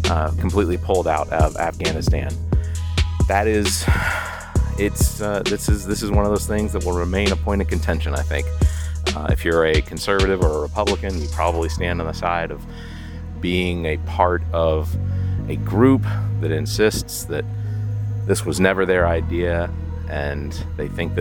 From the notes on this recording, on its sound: Sounds Studio, but instead recorded live from the middle of Gibson Pond in Lexington South Carolina.